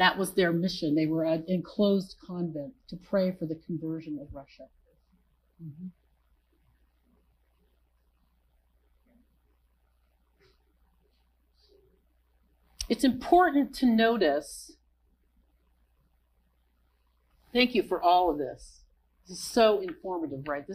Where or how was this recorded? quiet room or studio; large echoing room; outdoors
large echoing room